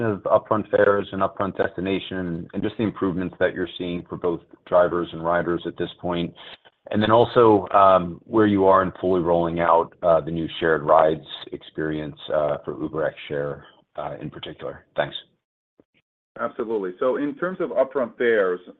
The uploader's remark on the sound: Q2 2023 Earnings Conference Call of Uber.